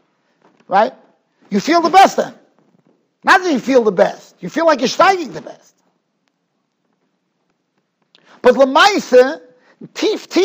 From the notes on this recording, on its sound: Shiur recorded in Yeshivas Ohr Reuven, Monsey, NY.